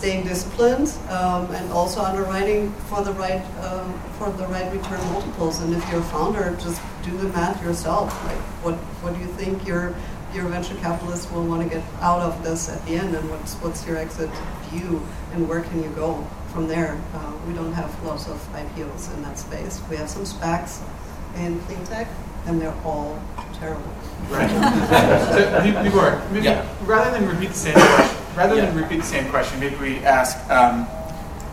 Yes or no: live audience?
yes